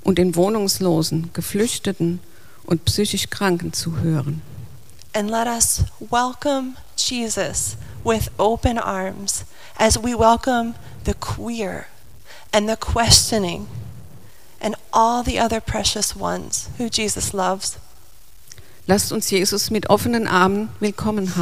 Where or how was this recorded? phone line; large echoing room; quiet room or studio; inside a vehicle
large echoing room